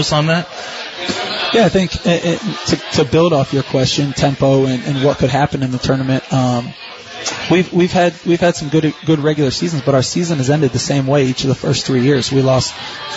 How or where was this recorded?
busy venue